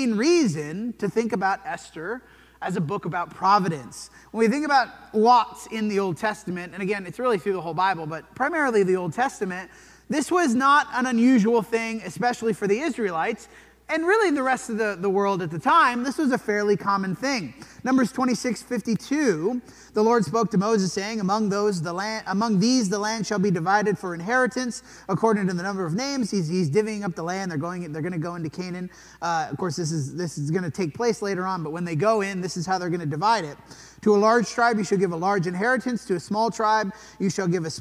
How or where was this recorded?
large echoing room